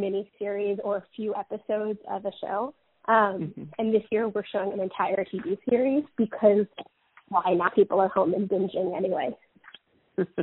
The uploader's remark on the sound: Chats on the phone.